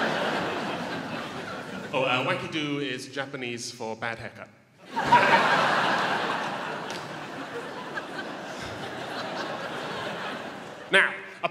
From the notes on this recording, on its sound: Melbourne International Comedy Festival Gala 2018. Palais Theatre.